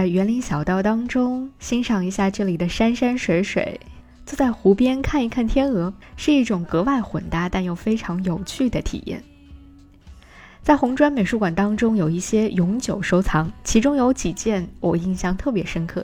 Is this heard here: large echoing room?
no